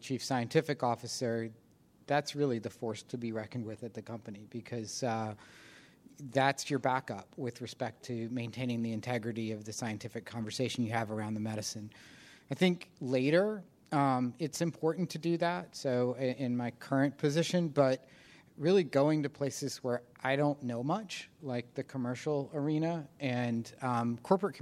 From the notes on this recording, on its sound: In this session recorded at CMO Summit 2021.